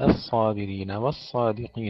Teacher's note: نفخم الصاد جيدا والقاف وبينهما الدال مرققة